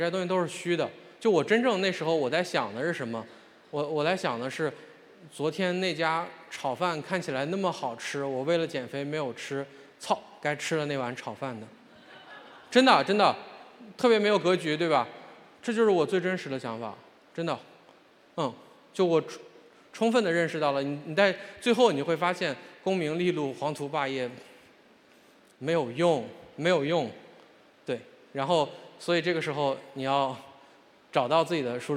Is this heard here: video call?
no